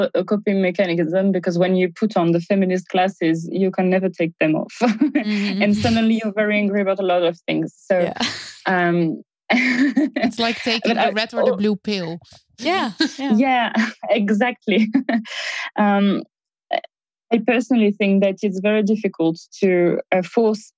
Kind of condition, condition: link, video call